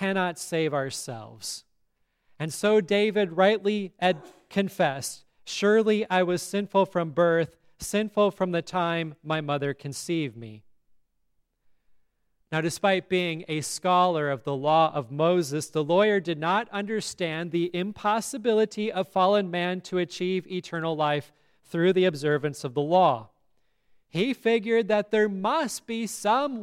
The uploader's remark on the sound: at Grace Lutheran Church, Lexington, MO